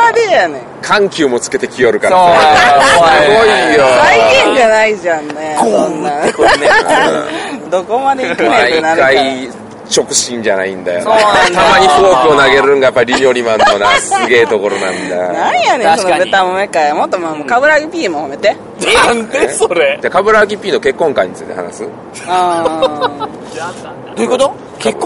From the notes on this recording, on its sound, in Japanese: 2019年ゲームマーケット春1日目終わりで収録したお台場橋の上回